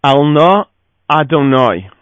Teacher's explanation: the vowel lengthens from A to O · Term: pausal form